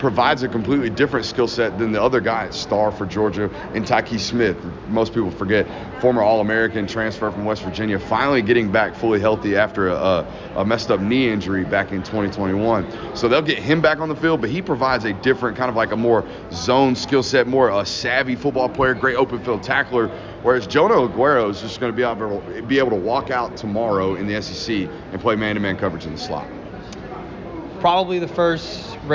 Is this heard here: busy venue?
yes